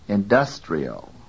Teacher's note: The vowel in the syllable dus is pronounced with full quality.